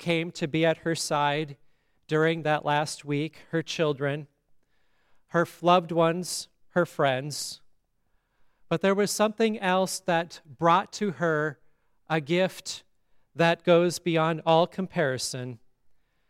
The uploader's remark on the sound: Listen to the funeral sermon for Shirley Bertz at Grace Lutheran Church, Lexington, MO.